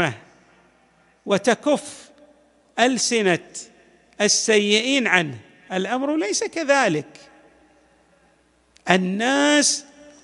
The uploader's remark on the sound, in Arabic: تسجيلات جامع الإمام علي عليه السلام